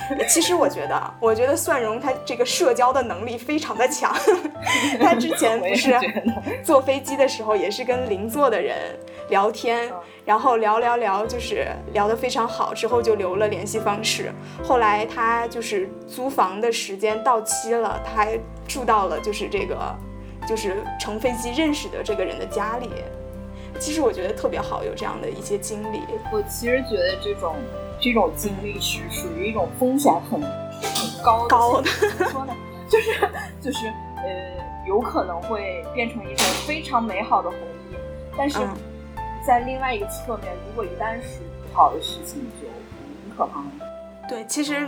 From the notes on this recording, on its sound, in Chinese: 非常抱歉这次的音质，是我的个人问题，以后一定会注意录音设备的方向。